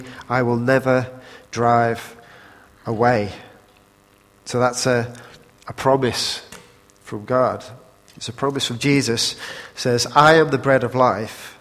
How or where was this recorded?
large echoing room